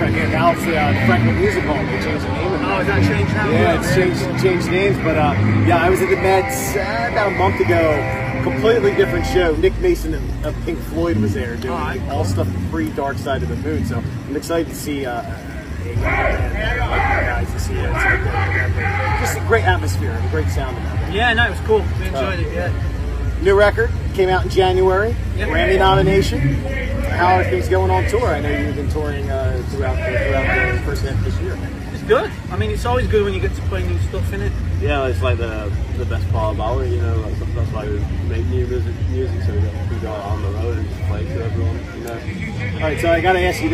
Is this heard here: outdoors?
yes